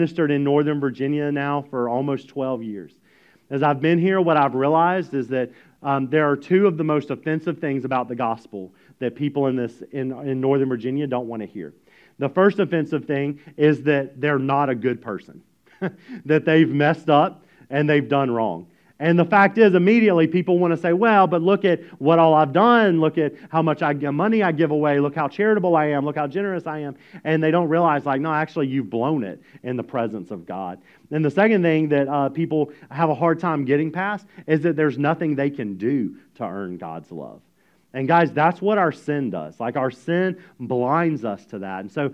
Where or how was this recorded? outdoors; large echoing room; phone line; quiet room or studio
large echoing room